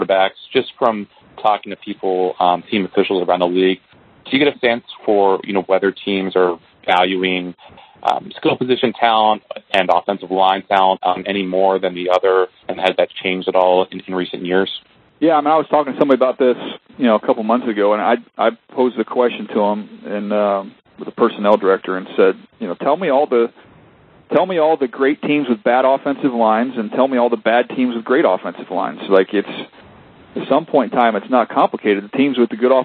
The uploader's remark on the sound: held a conference call with members of the media